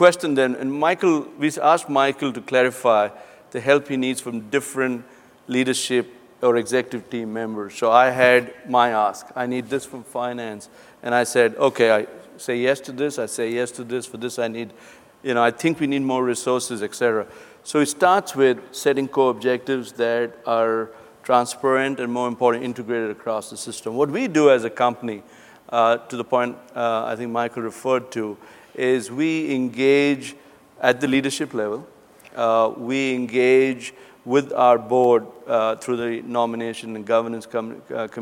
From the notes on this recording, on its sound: The best of live interviews from GreenBiz events.